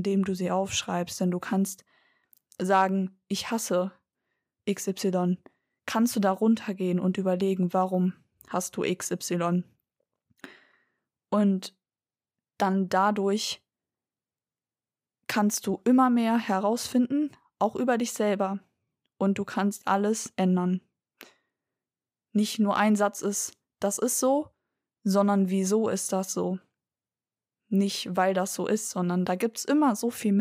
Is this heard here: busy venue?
no